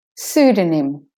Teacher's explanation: So the O is de-stressed when you put the nym on the end.